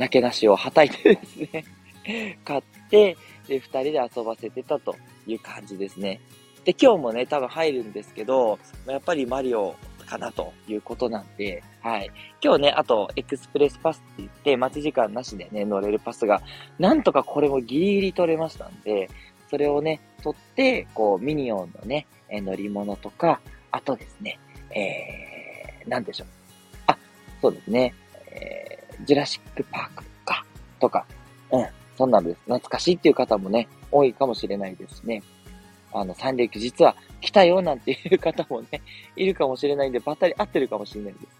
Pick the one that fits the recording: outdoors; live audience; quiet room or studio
outdoors